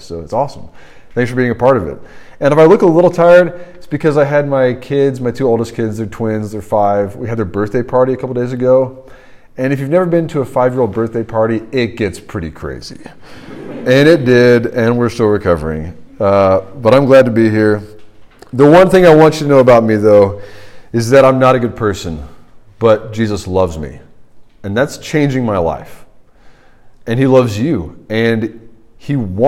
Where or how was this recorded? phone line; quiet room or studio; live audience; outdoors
live audience